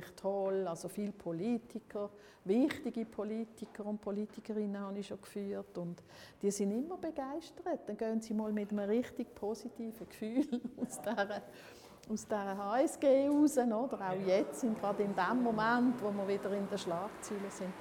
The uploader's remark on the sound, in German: Audio-Spaziergang durch den HSG-Campus.